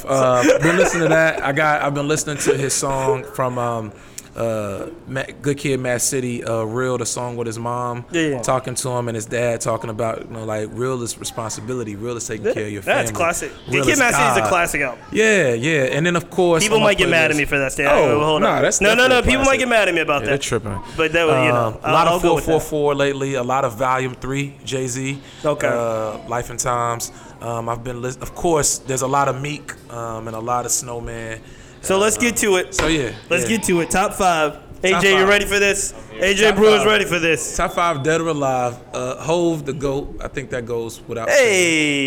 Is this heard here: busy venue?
yes